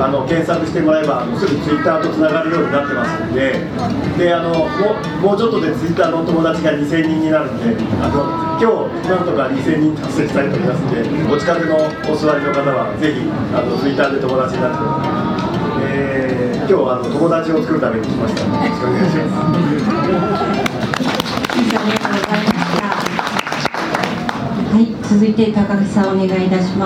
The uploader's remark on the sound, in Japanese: 東急ハンズさんの会員向けイベント「文具祭り2019」が2月24日に開催されました。午前の部が終わったあと、ランチを食べに行ったついでにランチしながら収録をさせてもらいました。ブングスキーラジオ始まって以来の登場人物の多さです。